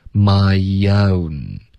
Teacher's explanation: my 结尾有一个 e 的音然后从这个 e 滑到 o 你的舌头会降下来